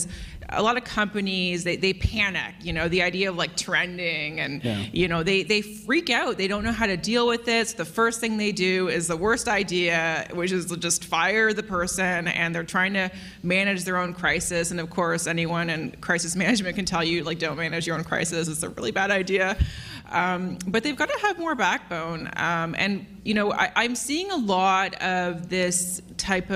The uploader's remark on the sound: Live from CSFN. From Ottawa at the Canada Strong and Free Conference!